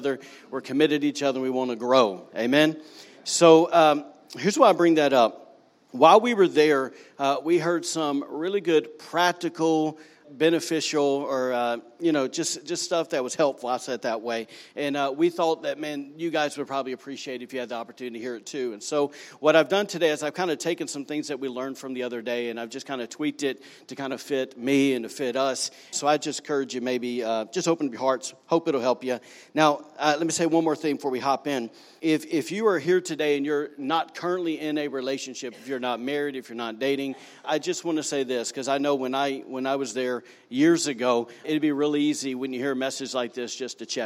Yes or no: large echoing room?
yes